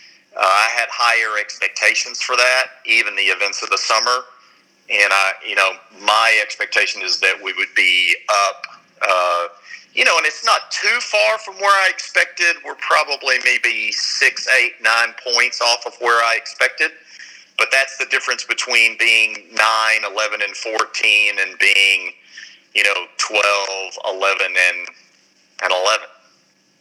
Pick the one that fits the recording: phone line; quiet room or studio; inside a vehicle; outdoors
phone line